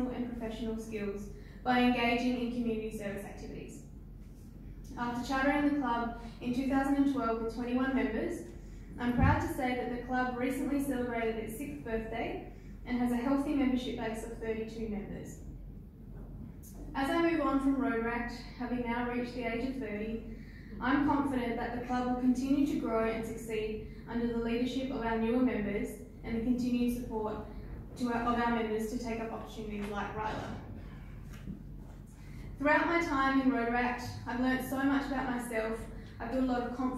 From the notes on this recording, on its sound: at the 2019 Rotary District 9500 Conference.